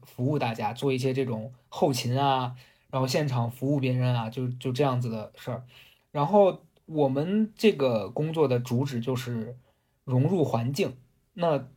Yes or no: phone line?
no